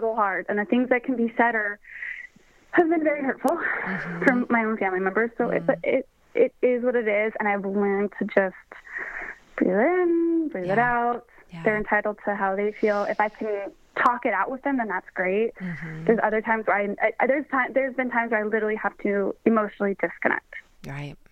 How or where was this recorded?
phone line